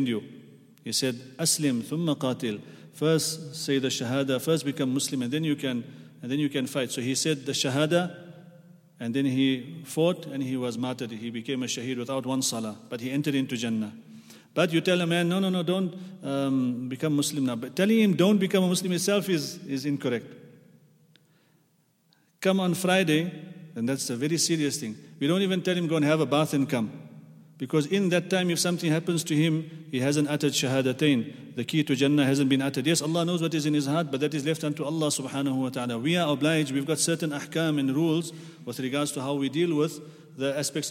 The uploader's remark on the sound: at the Houghton Masjid (West Street)